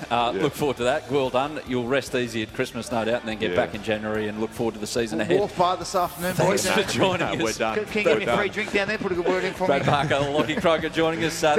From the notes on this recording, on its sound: live from Seadoo in Brookvale